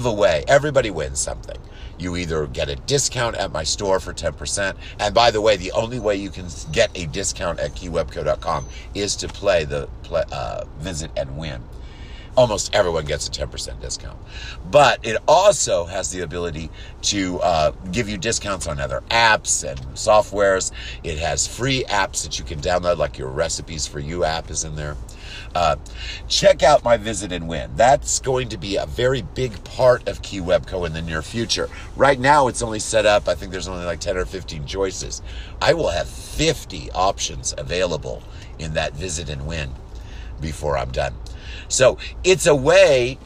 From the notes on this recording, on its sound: waiting for my employee in the car